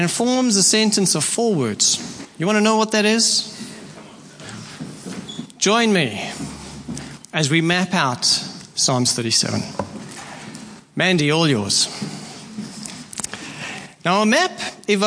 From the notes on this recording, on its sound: Preached at Horsham Downs on 28/01/24